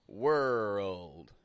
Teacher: When we consider the word world, there is quite a bit to this word that makes it difficult. It's got a W, it's got an R, it's got a dark L.